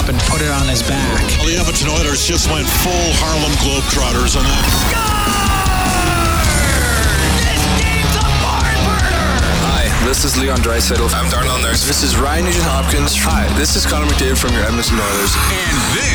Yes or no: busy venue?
yes